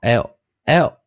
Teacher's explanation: 注意哦，我们用 DarkL，中毒的 L